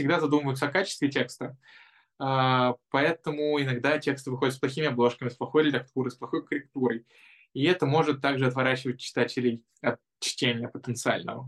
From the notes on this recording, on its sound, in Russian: Zoom_подкаст